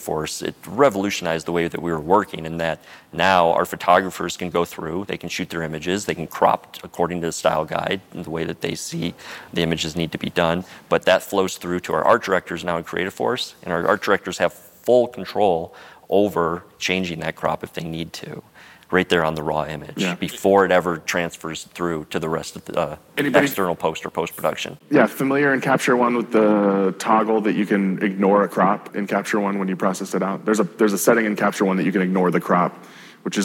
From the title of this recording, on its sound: Live at the Salt Lake City Studio Mixer